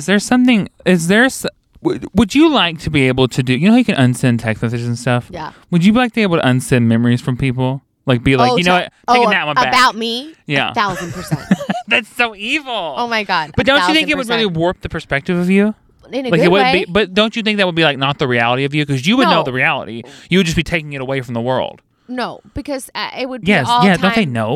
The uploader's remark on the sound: It's Nice To Sit In Your Car and Record A Podcast Where Everything Goes Wrong